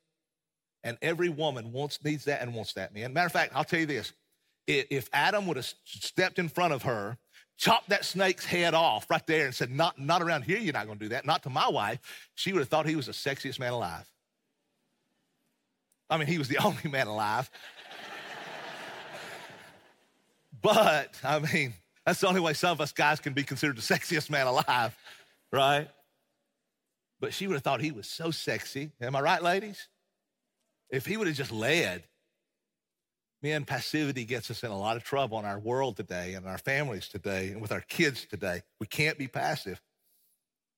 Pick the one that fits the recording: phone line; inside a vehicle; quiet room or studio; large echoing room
large echoing room